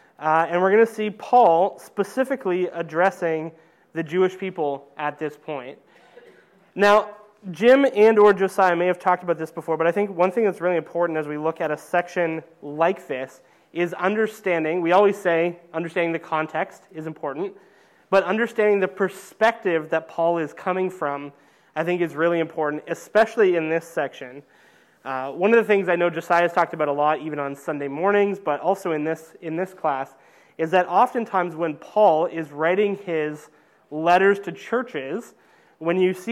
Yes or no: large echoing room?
yes